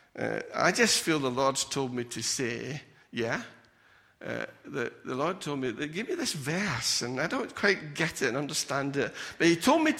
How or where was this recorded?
large echoing room